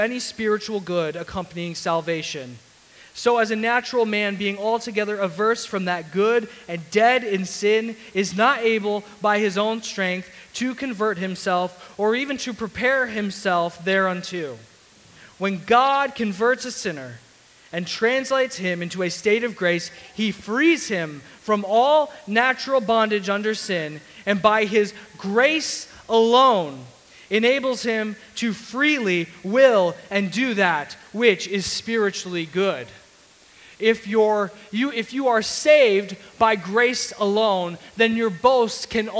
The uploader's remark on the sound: Sermon audio from CityGate Church